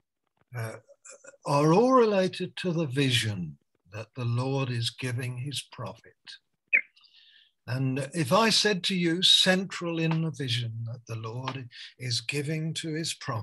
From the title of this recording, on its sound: Malaysia Meets (Zoom)